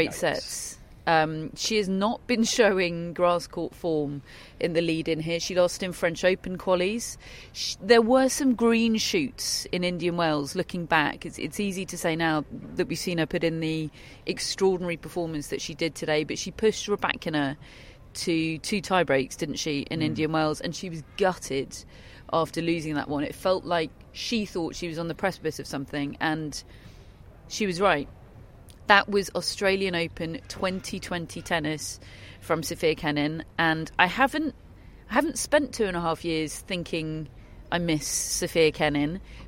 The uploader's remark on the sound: Live from Wimbledon Day 1.